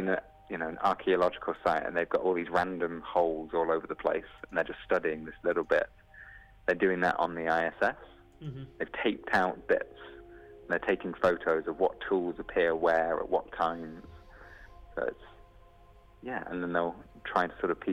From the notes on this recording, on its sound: jumps on the phone